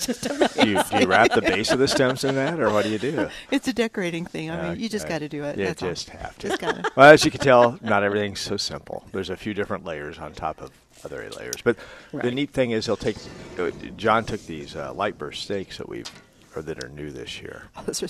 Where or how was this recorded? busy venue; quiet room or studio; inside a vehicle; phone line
busy venue